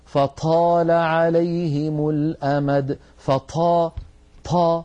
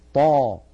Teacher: لا، إنك لن تستطيع طيع مع هذا الهواء المتدفق، هذا لحن وهذا خطأ. الطاء الفصيحة مجهورة، يعني لا يجري معها النفس، لا بد من حبس نفسها · Shown in: second take